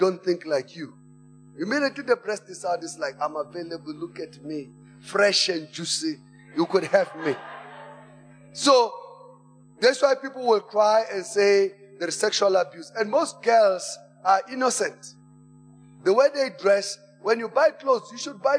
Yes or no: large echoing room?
yes